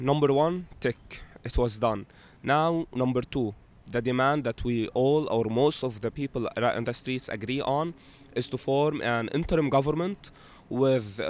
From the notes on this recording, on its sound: captures the October Uprising directly from Martyrs Square